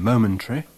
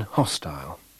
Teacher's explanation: We have a weak suffix vowel in momentary, but a strong one in hostile.